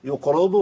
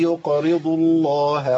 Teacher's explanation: الراء عندي مرققة ملهاش دعوة بالضاد اللي جاب بعدها · Shown in: second take · الراء المكسورة مرققة على طول. · Term: الراء مرققة